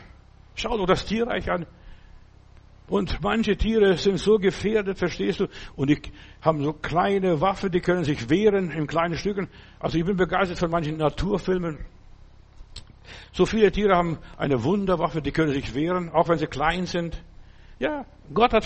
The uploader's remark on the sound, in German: September 2023 im Gemeinde-Zentrum in Berlin aufgenommen.